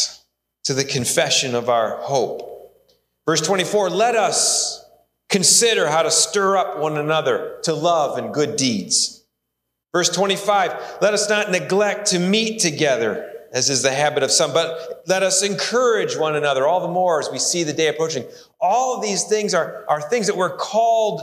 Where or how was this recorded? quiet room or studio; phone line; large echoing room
large echoing room